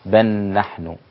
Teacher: وسبب الإدغام أن اللام مع النون المخرج متقارب، فأدغمت اللام في النون ونطقت النون هكذا مشددة